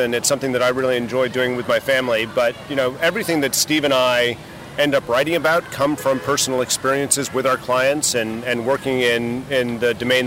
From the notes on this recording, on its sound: takes a walk on The Freedom Trail in Boston